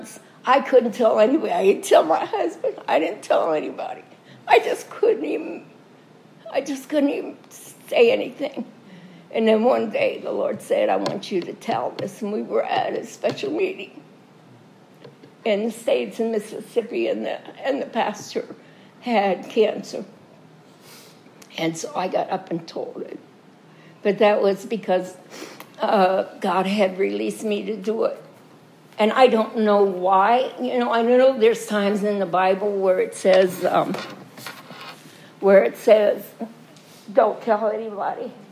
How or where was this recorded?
large echoing room